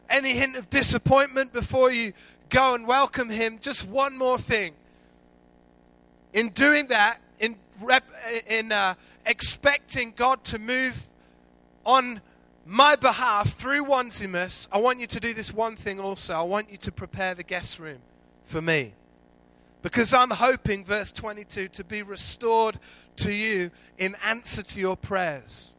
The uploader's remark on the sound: Recorded live at Life Church on Sunday 23rd February 2014.